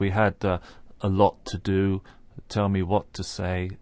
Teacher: We're hearing just one t sound there and not two separate sounds.